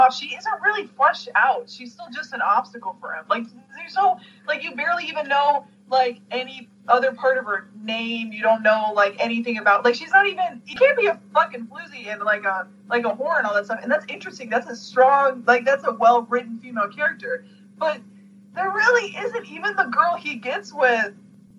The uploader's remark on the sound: the audio on this podcast is not the best, we had some technical difficulties doing this over Skype.